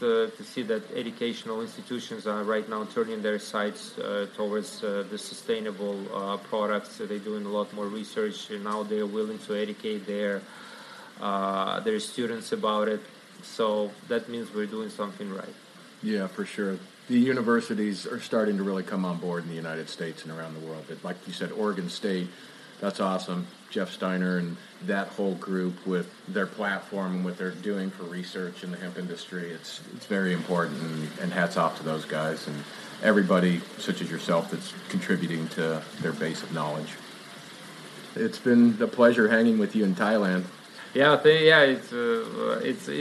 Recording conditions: busy venue